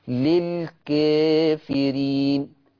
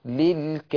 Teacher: كلمة الكافرين لورش اعتبروها قاعدة، كلمة الكافرين لورش ورش يقللها · Shown in: first take